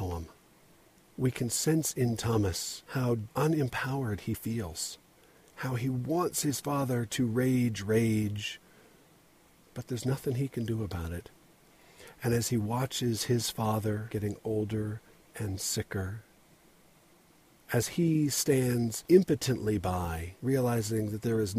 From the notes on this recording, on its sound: Recorded in my father's-in-law truck on a dirt road between Spanish Fork and Springville, on my way to Hobble Creek. It was raining, and I decided to turn around, but the road was deserted so I just stopped right there and recorded this episode.